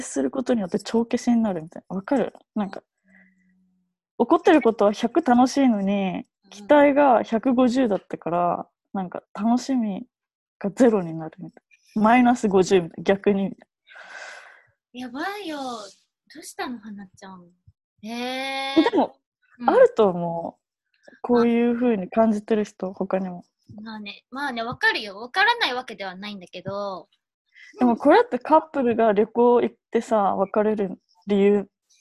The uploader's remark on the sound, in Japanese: zoomで）